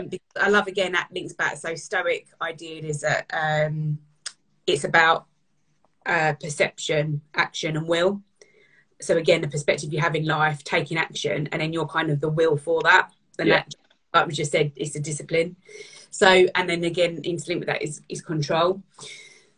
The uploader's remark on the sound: I am sharing an Instagram Live